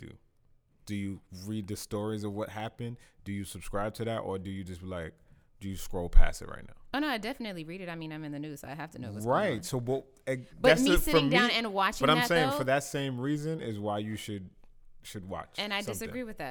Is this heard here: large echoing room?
no